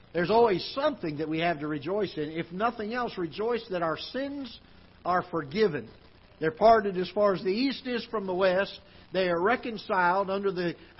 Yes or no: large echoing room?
yes